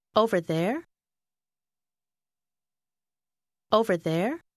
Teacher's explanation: Hãy lên giọng để hỏi, ở đằng kia phải không?